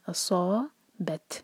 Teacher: صاد کو منہ بھر کر پڑھیں. اصابت سا ہیوی با لائٹ.